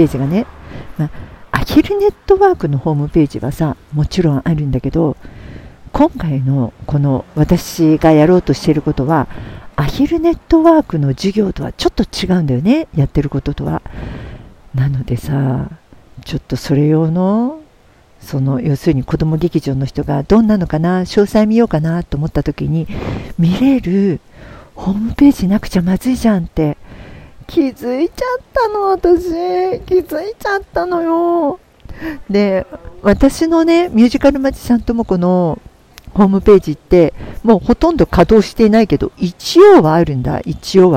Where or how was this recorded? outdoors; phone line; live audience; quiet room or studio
outdoors